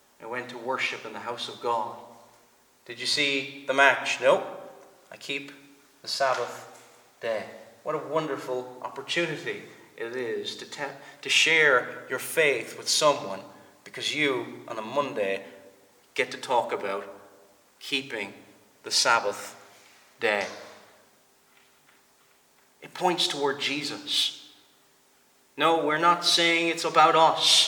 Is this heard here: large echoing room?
yes